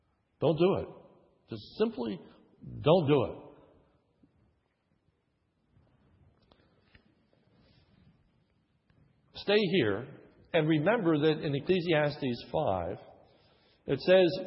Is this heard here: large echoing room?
yes